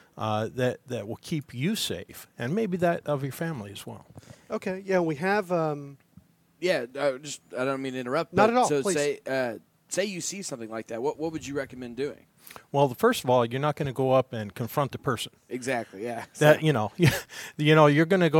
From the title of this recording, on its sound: Special LIVE interview at Lobsterfest 2017